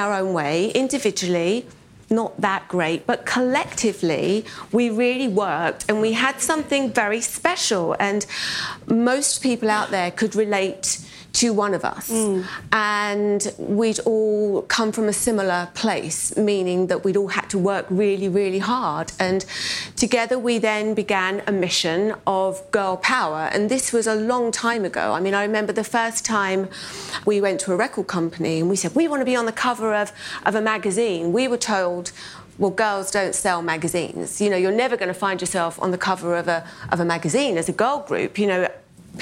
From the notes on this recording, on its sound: In the final session of BoF’s annual gathering